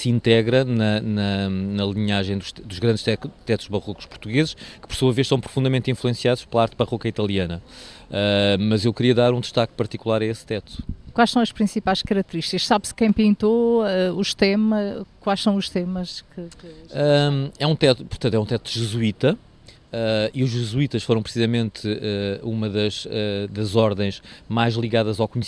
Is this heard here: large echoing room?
no